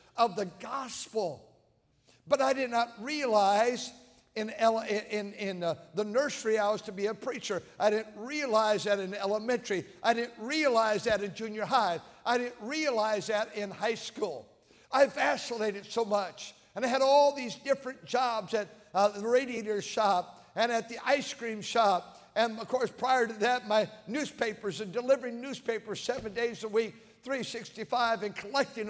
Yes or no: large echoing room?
yes